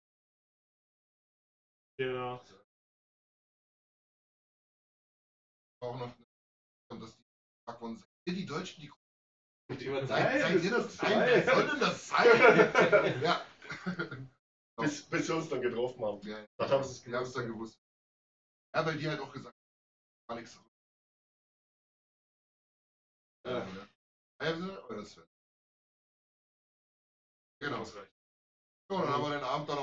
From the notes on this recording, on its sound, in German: Bericht aus Edmonton. Sorry für die Tonprobleme. Entschuldigt die Tonqualität und Tonausfälle.